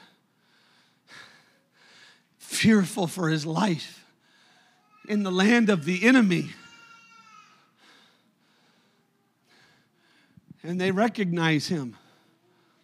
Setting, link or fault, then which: setting, large echoing room